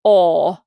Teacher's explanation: that's the most open, and the tongue is pulled back in the mouth